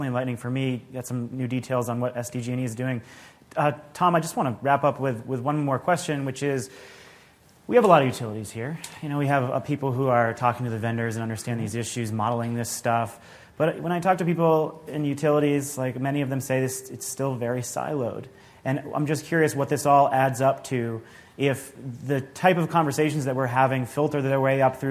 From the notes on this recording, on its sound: This week, we have a taping of the Energy Gang from GTM’s Grid Edge Live conference in San Diego.